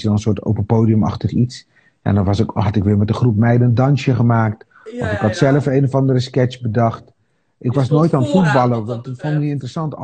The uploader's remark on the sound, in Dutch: Voor het eerst delen we de audio van onze Instagram lives die we sinds maart 2020 wekelijks hebben opgenomen met verschillende ondernemers.